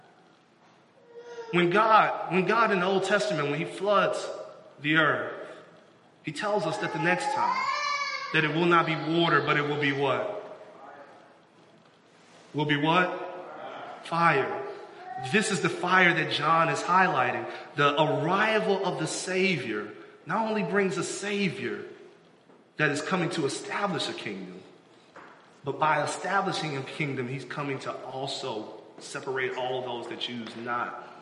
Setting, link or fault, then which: setting, large echoing room